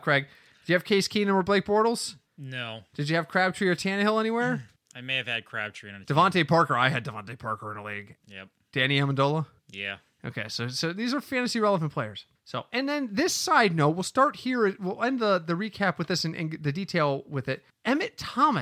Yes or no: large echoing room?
no